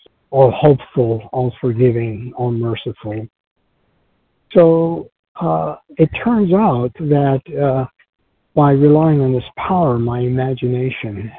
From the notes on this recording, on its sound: 100 Pounders Phone Meeting